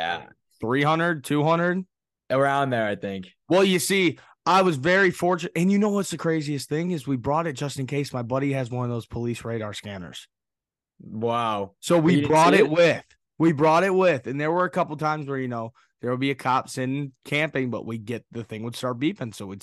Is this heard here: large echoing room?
no